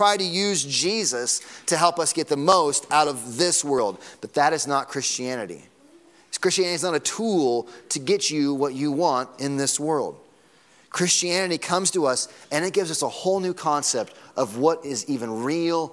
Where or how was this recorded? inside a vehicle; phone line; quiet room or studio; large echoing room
large echoing room